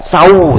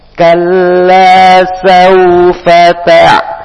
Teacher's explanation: Kalla, kemudian waw, di sini ada huruf lin, waw sukun sebelumnya berharokat fathah, maka mengalir begitu saja tanpa ditekan · Shown in: second take